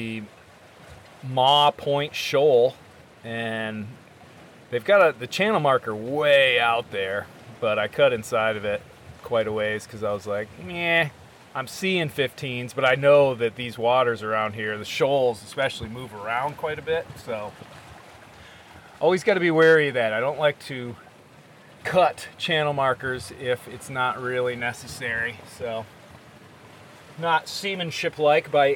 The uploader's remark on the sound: Intracoastal Passage from Oriental NC-Belhaven NC. I figured I would do a little recording will in transit through the Intracoastal. Sparrow is a blue water boat.